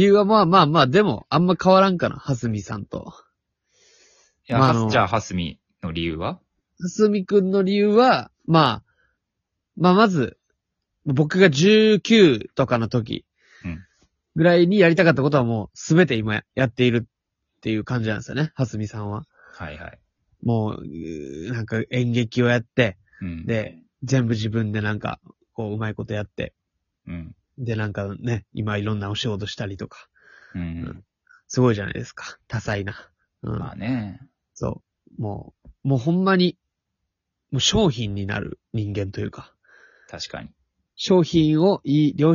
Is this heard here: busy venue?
no